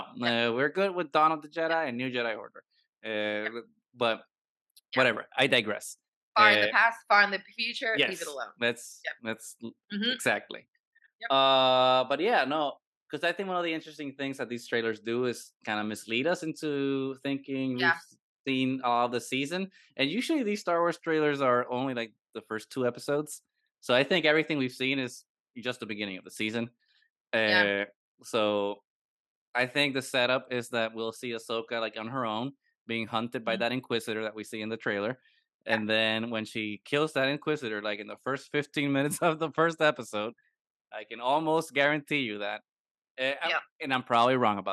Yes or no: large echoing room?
no